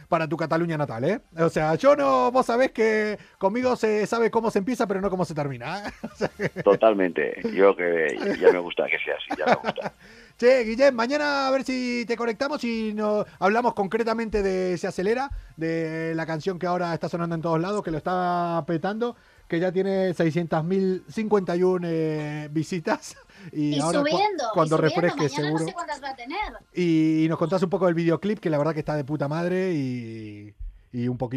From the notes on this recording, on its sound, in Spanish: La tecnología nos jugó una mala pasada y solo pudimos hablar con él por teléfono.